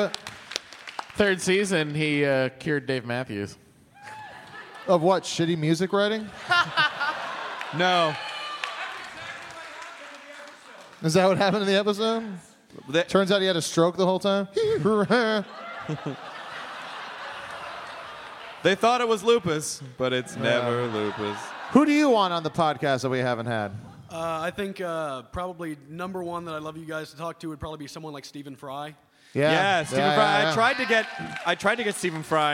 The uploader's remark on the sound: Live from Austin, TX. Do a sing-a-long with the audience and take some quemments!